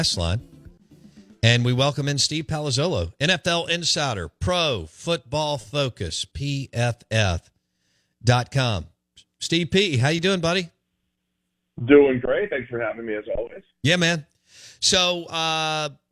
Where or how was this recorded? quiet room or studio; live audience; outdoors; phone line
phone line